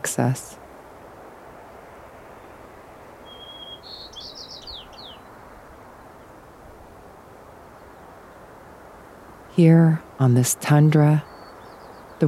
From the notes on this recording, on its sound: In the tundra's quiet, unburdened by the chaos of technology. Outdoor audio recorded in the Rawah Wilderness in Colorado.